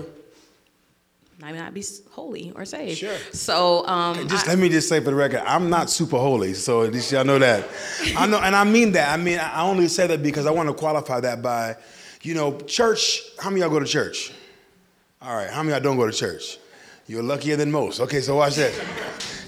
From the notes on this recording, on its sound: This episode is the first live installation of the Sonshine State. With a live audience, various opinions are expressed, and it allowed for an even greater dialogue.